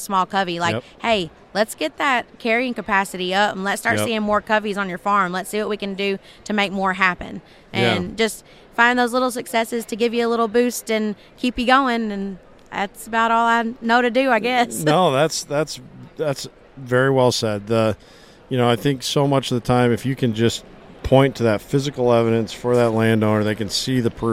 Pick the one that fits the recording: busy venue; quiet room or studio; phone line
busy venue